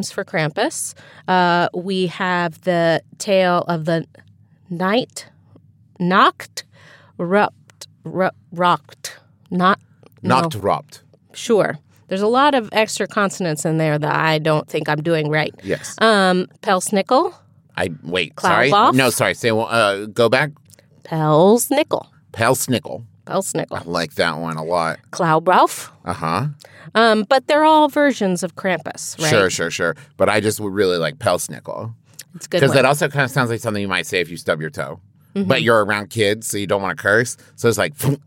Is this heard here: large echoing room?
no